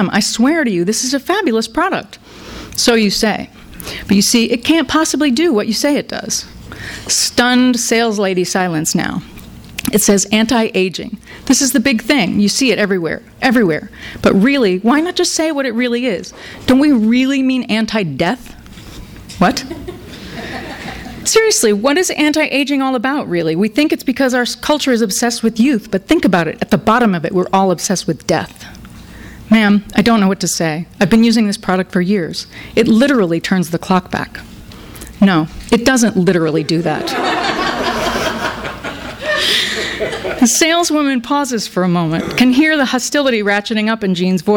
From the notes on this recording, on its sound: THIS EVENT WAS RECORDED LIVE AT SKYLIGHT BOOKS